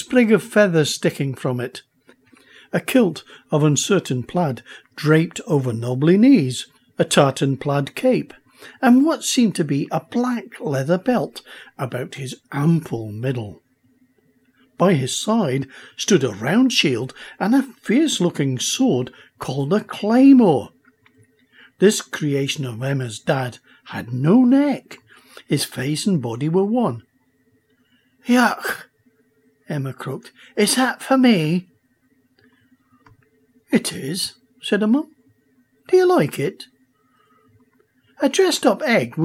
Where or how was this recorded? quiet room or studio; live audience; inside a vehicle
quiet room or studio